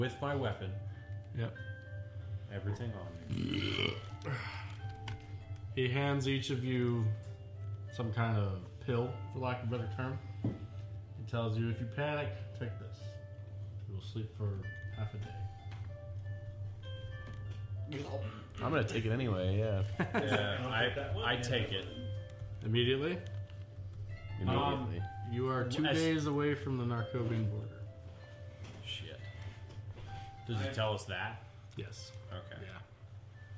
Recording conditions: uneven or low level